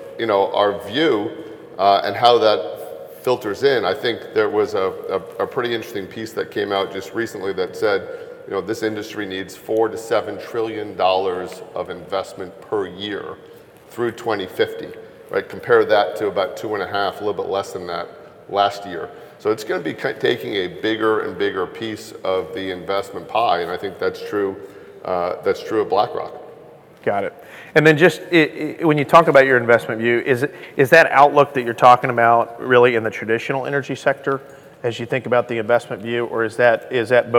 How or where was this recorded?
busy venue